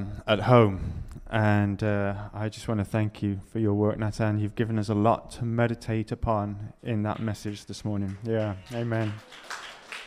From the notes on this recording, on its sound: Preached at LCC Sunday Service